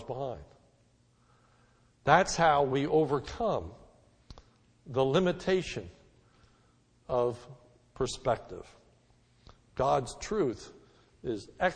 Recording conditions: large echoing room